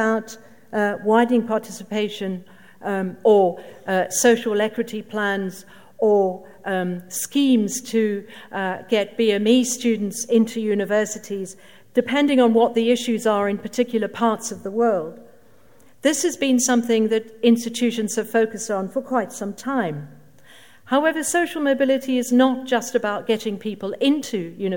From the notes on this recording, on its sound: Keynote at SRHE Annual Research Conference 2017.